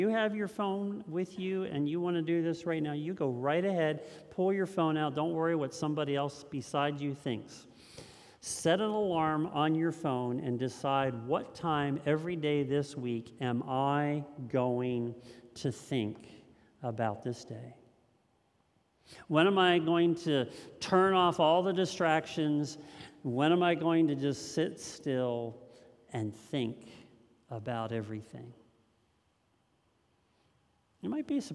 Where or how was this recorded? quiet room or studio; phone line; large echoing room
large echoing room